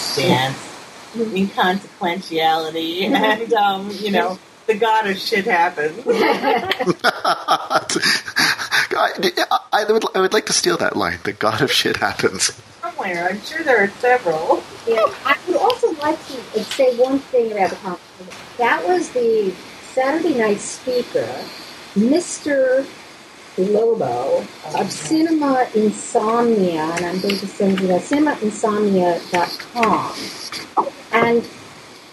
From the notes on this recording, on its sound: Audio is a bit wonky.